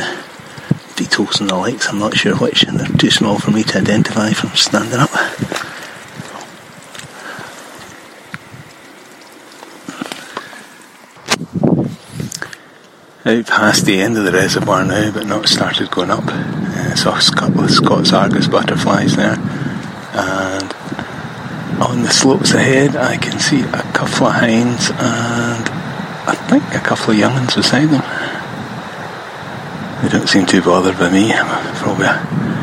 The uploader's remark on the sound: Glen Finlas – walkcast. I recorded this on a walk last week using the iPhone audio memos app. Just kept a memo open and recorded fragments on the go. Unfortunately at some point I hit done and when I added more, without looking, I recorded over the start.